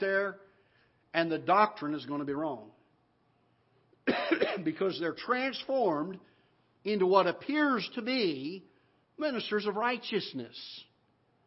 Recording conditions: large echoing room